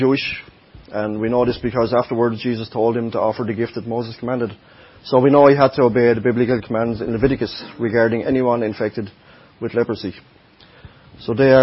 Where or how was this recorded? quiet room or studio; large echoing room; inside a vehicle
large echoing room